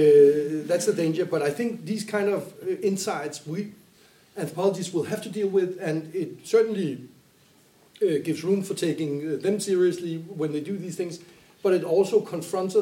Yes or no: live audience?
yes